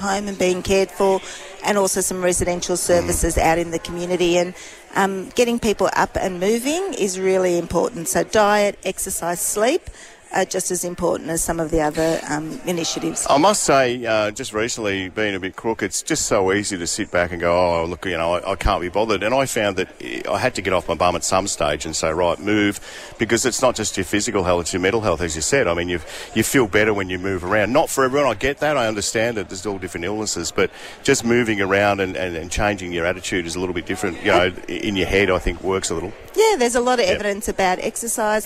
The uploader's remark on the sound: Live from Bendigo Health for Move For Mental Health! The Triple M team were live at Bendigo Health to kick off a 24 hour fitness marathon.